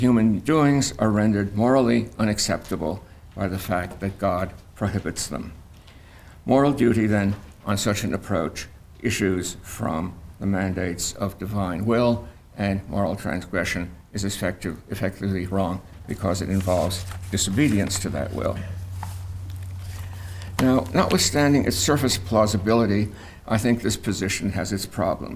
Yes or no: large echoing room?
yes